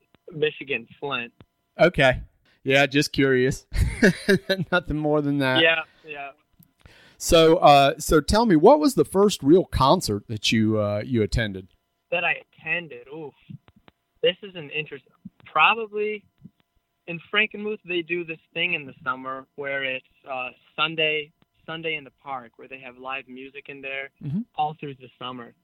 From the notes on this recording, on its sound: we jump on the phone for a fun and enlightening conversation